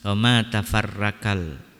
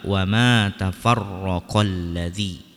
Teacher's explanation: ro biasa dibaca dengan tipis, wama tafarrakal ya, harusnya dibaca tebal wama tafarrakal ladzi.